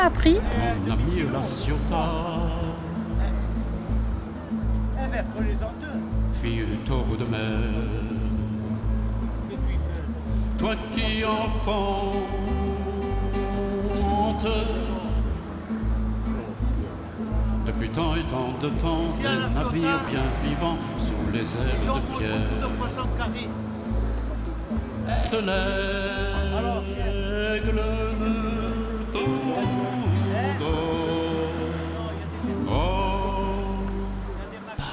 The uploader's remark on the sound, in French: Ils les ont enregistrés au marché, sur les places, sur le port, au jardin. Avec quelques grenouilles et les vagues dans la calanque.